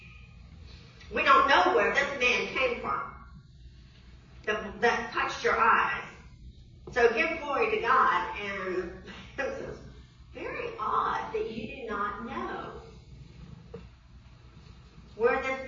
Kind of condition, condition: setting, large echoing room